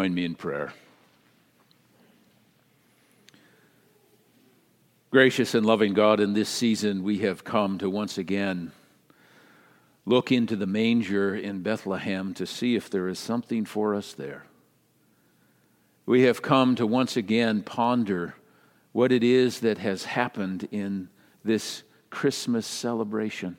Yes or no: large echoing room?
yes